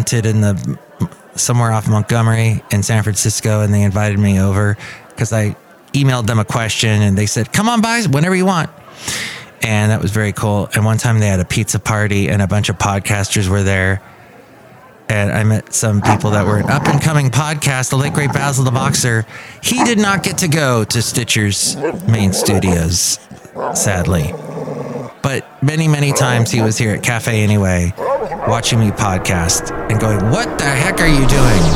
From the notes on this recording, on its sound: podcasts live from Café Anyway